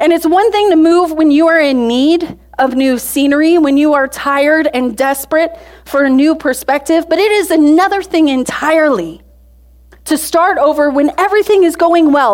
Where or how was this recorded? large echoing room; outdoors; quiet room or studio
large echoing room